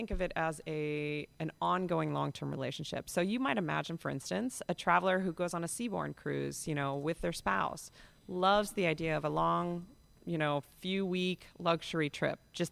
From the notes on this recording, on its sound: Comes from Fort Lauderdale and the site of the huge Seatrade Cruise Global Conference, the annual gathering of the cruise line industry.